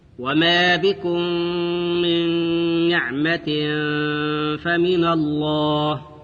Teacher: إدغام النون الساكنة في النون مع الغنة